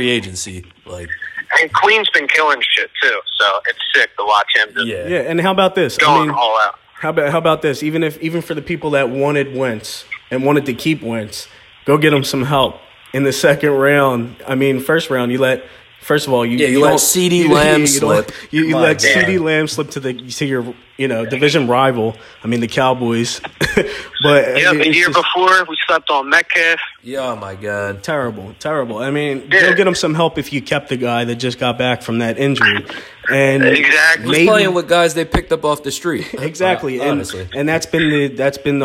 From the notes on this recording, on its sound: w/ live callers